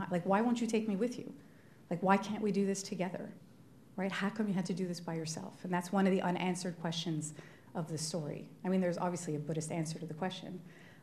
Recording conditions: live audience